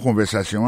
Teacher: Mot conversation, accent tombé sur avant-dernier syllabe là